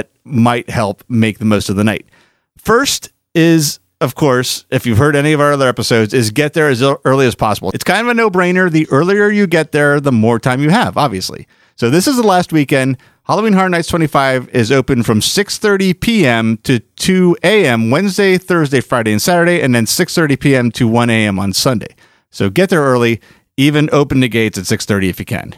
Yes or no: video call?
no